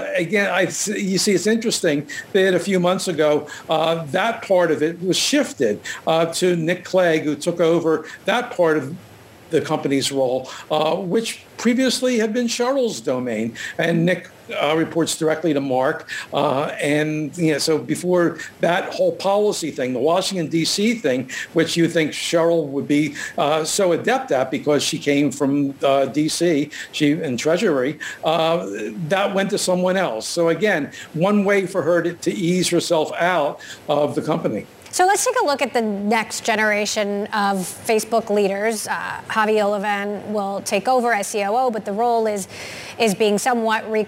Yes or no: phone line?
no